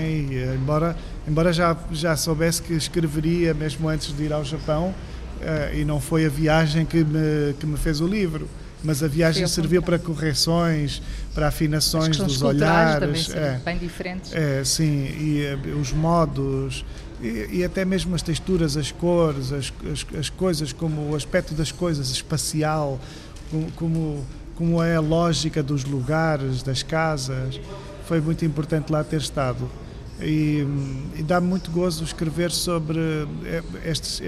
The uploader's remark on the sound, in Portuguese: em direto do Festival Literário da Madeira